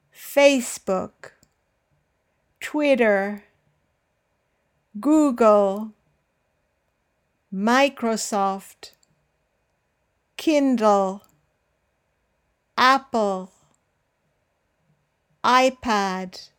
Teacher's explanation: Notice that the first syllable is the one that bears the stress.